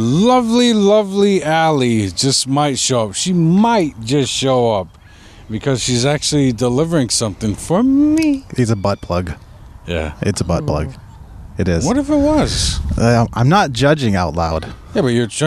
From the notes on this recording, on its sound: A very special outdoor edition. The sun is out in the north country.